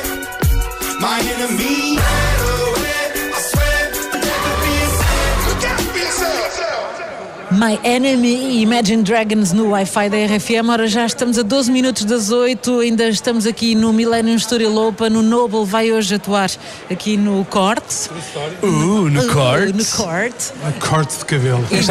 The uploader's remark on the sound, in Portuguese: Fomos até à zona VIP. O Wi-Fi da RFM é feito ao vivo, a partir do Slice Lounge, durante 3 noites.